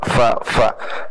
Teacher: Bibirnya renggang dikit itu. Jadi ada hamasnya gitu.